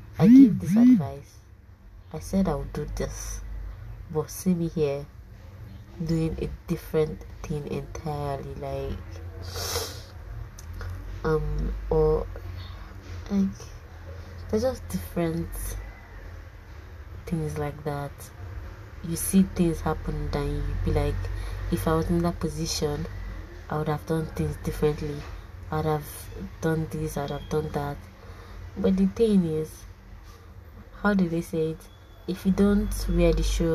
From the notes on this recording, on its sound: While recording this , I wasn't sure I was going to post it because it wasn't planned properly and then the background noise.